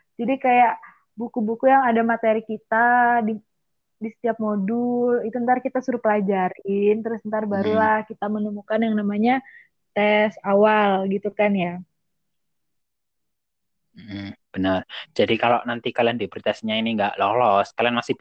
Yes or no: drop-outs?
yes